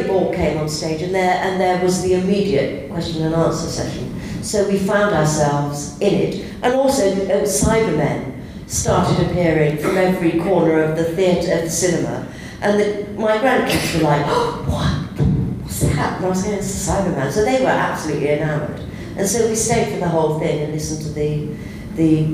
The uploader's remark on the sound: With some help from a live audience at Console Room 2016!